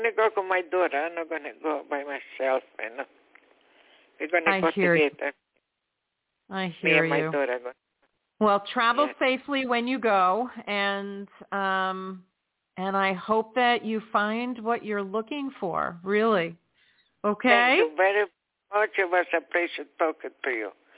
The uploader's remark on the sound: in response to callers' questions